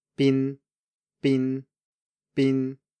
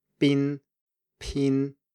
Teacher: Okay, and when you say pin in Mandarin, pin as in pinyin, for example, you should feel that your vocal cords start to vibrate later · Shown in: second take · So if you say those after each other with your fingers on your throat, pin, pin, you should definitely feel a difference because the voicing is much later in P than it is in B.